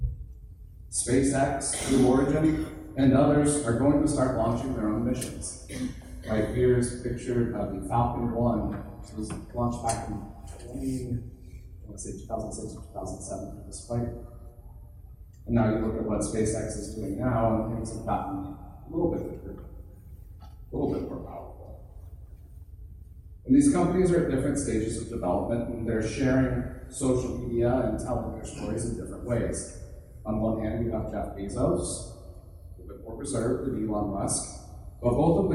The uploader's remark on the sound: Thanks to everyone that came out to the event. In a live setting in front of people.